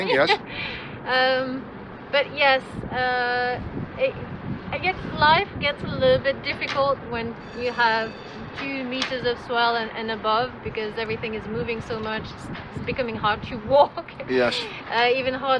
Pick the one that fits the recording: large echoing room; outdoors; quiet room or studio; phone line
outdoors